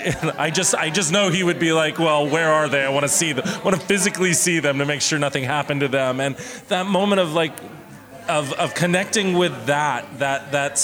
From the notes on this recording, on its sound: Session recorded at the Readywipe Gallery, in occasion of the celebration of the Day of the Dead, titled: "Por Nosotros y para Todos Nosotros, Día de los Muertos Holyoke Community Altar."